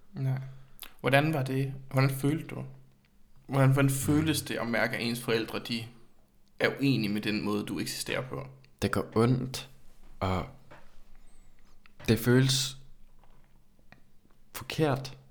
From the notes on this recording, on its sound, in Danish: hvor der er en del ekko, hvilket selvfølgelig kan høres